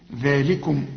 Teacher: طبعا الذال في نهايتها او بعدها ألف اهو عشان تقول ذلكم، واللام أرجوك تاخد بالك انها مرققة ومكسورة اهي وتكون اكثر رقة